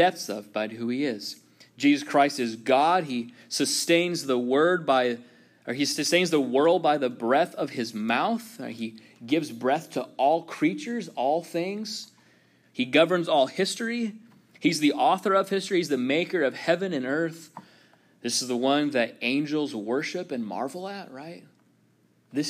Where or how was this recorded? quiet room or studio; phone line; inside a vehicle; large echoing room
large echoing room